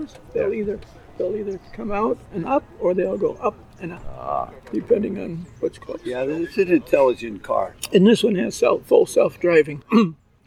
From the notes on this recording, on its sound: This show was recorded outdoors and has sub-standard audio.